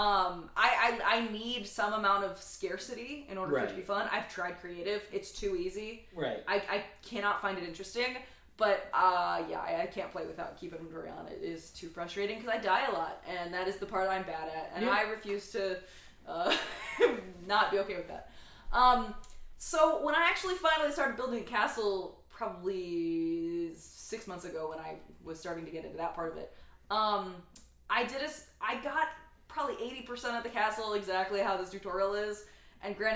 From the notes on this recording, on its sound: The audio is a little echoey due to the space we recorded in.